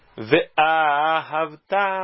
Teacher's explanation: Na primeira parte da palavra é a parte mais acentuada da palavra, mas não é a sílaba tônica da palavra. A sílaba tônica é a última. É o Ta, é uma oxítona. Ve'ahavta. É como se eu estivesse dividindo a palavra em duas partes. · Então tem aqui uma puxadinha de leve no Aleph, mas ele não é sílaba tônica. É uma sílaba semitônica. Na primeira parte da palavra é a parte mais acentuada da palavra, mas não é a sílaba tônica da palavra.